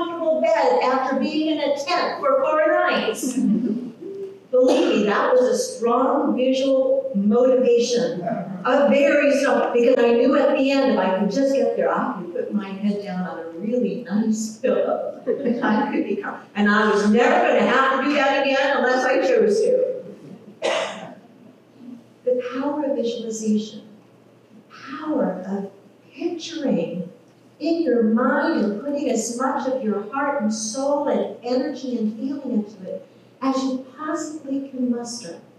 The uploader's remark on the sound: Technical issues with audio.